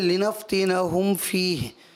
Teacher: اظہار شفوی میم ساکن کو ظاہر کرنا ہے